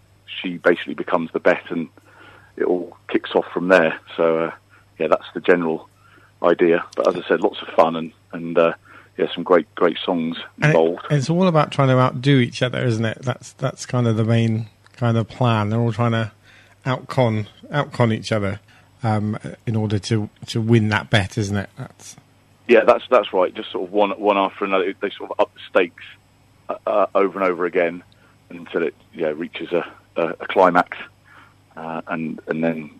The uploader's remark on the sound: Joined on the phone. From The Lyric Players.